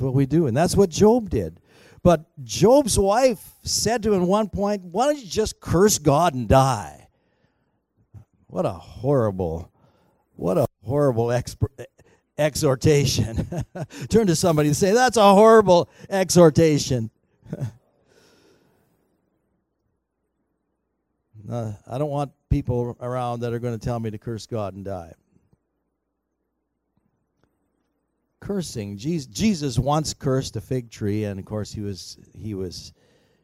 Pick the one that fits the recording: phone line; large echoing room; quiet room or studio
large echoing room